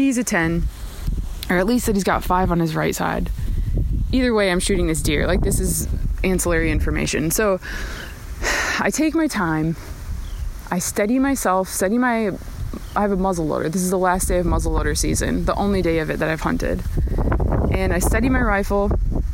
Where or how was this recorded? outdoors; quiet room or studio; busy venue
outdoors